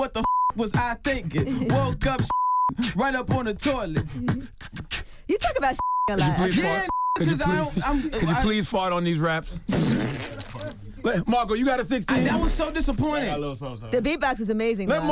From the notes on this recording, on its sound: we opened up the phone lines for our listeners